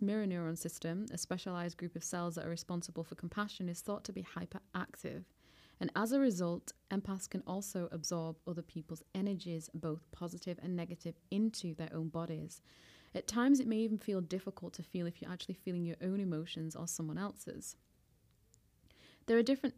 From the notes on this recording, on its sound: Apologies about the audio in this podcast, I used a very high quality professional microphone, however I turned the gain up a little too high in the mixing desk. The audio in the intro was recorded at home, so the volume is a lot lower.